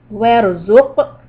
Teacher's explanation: the ra is heavy and the qaf is a qalqala